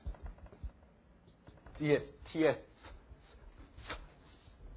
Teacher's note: 它是等于英文的 ts 的发音，不是那个单纯那个 summit s 的发音